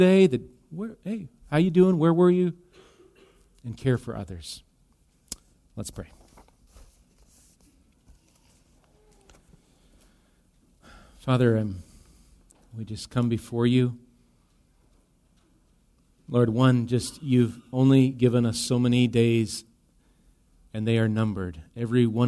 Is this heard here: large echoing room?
yes